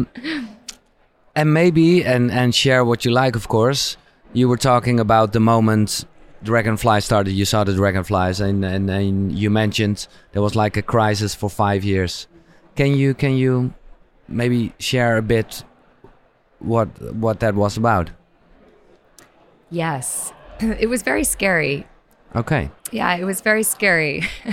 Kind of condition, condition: setting, busy venue